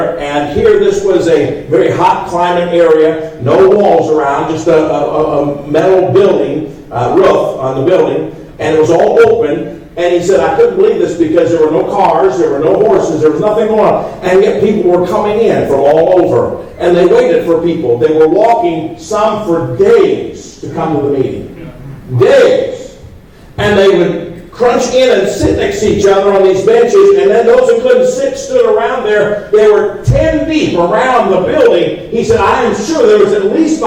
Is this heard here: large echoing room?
yes